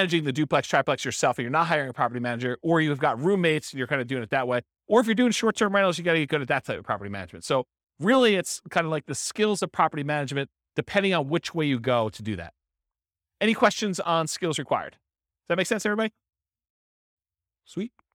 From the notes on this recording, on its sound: This was a live class recorded